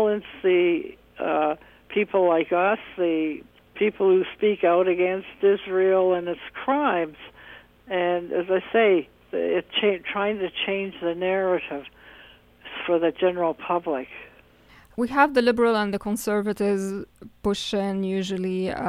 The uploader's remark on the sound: I had with me on the phone